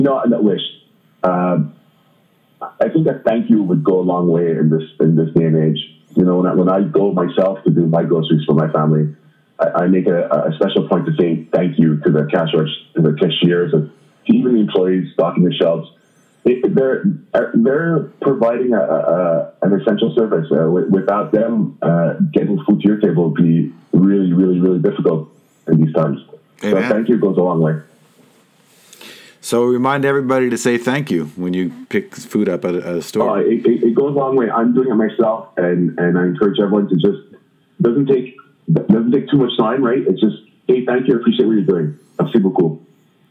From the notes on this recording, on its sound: In order to respect social distancing, we spoke on the phone. In order to respect social distancing, we spoke on the phone. While the sound isn’t always great.